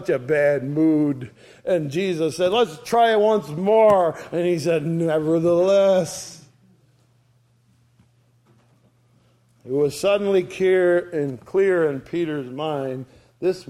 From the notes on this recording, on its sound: ESCBC Sunday Morning Service recorded on 02/05/2023.